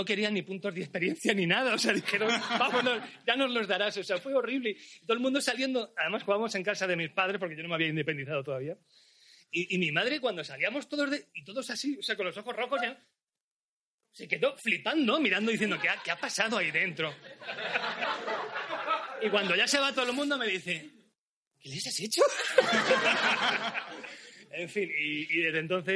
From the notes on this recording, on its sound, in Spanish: El programa en directo que grabamos en Akira Cómics para celebrar nuestra quincuagésima edición. Al grabarse el programa en un espacio abierto y con público el sonido se vio afectado.